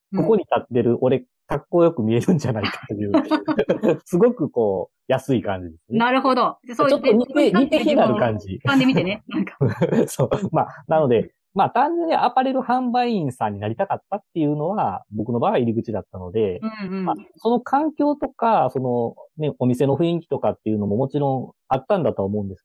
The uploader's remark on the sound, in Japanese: 初収録で音質も悪く申し訳ありません。